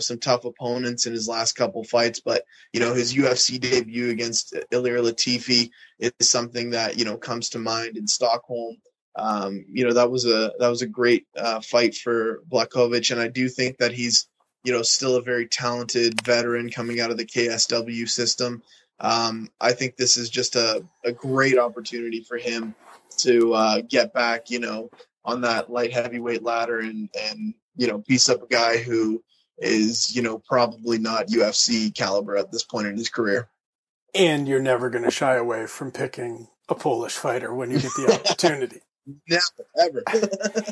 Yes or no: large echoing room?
no